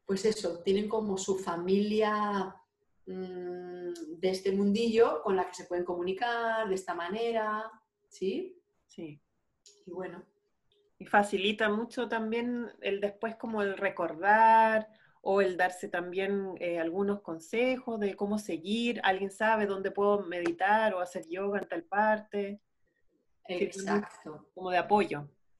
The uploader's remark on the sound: Zoom Session